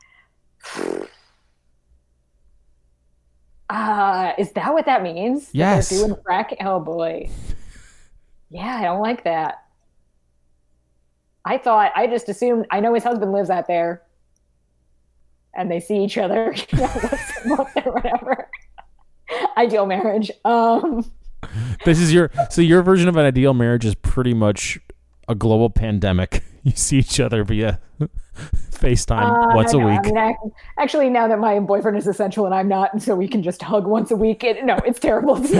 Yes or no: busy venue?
no